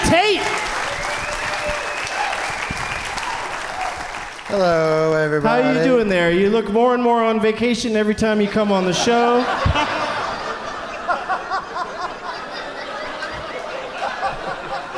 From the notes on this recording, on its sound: Live from the 208 Comedy Fest in Boise.